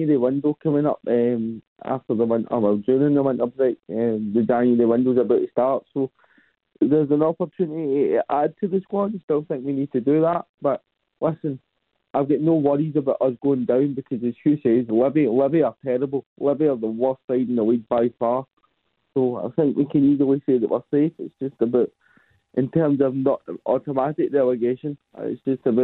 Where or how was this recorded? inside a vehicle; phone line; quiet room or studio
phone line